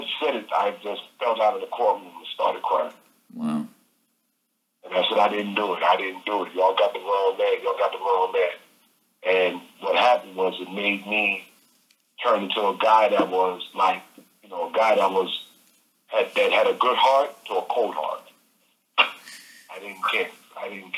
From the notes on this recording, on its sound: phone interview